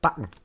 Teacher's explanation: Man merkt, dass das E am Ende von backen kaum noch gesprochen wird.